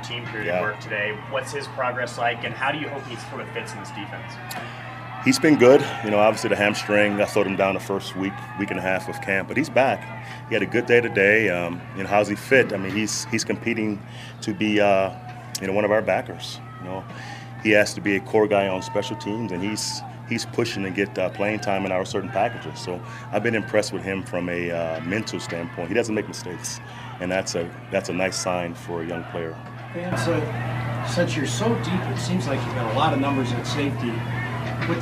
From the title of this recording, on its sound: live from Broncos Training Camp